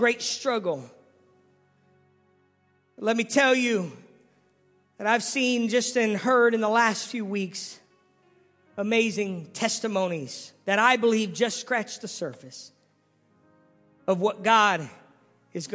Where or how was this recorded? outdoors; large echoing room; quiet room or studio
large echoing room